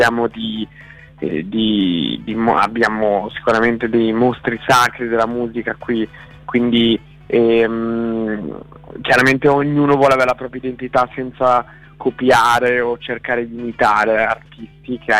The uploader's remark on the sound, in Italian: INTERVISTA TELEFONICA